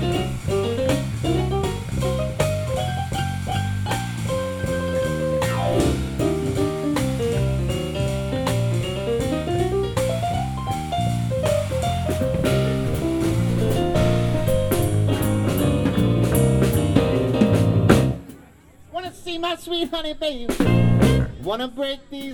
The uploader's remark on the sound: Forgot to start the recorder until the second set was about to begin, but at least we got sets 2 and 3 recorded that night. This is a live cut, meaning there are crowd noises surrounding all the songs.